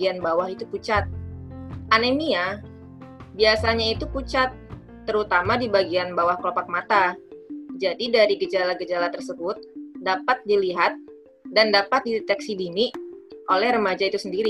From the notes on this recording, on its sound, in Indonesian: Maaf suara tidak bagus karena record melalui zoom